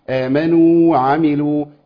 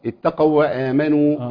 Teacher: لان في الاولى الحرف الاول المدغم مد، مد. الثانيه حرف لين، لذلك ندغم في الثانيه